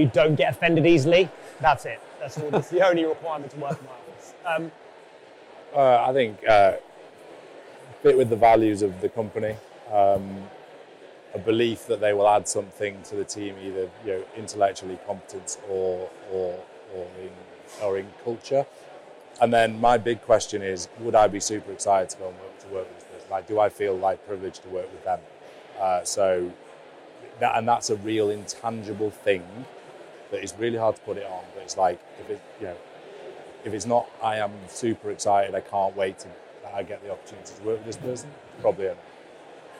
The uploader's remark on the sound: We were live at the 2022 Sifted Summit in London.